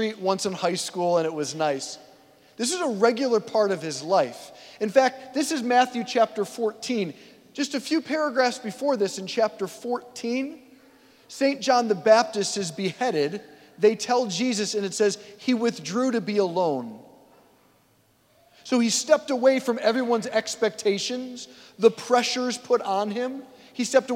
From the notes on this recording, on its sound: preached this homily on August 13, 2023 at St Basil the Great Catholic Church in Brecksville, OH